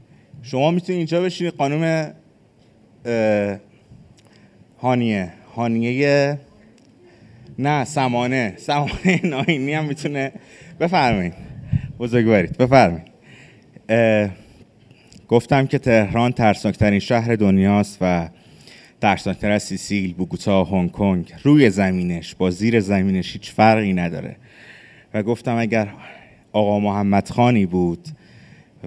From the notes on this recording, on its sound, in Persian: این اجرای زندهی ما به تاریخ هفتم مردادماه ۱۴۰۰ است که به بهانهی آغاز پنجمین سال فعالیتمان به صورت زنده ضبط و حالا منتشر میشود.